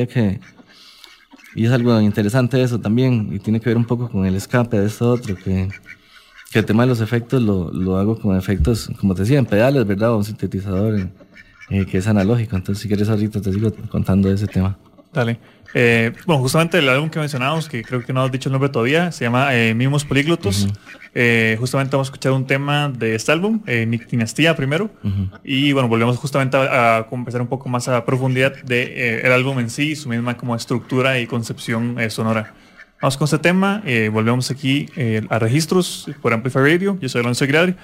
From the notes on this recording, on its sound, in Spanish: Grabación de campo